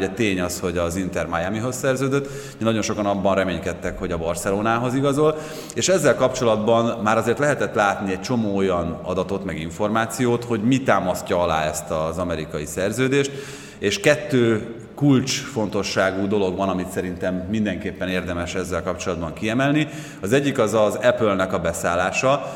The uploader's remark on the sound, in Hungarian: A közönségtalálkozó felvételét próbáltuk minél gyorsabban közölni.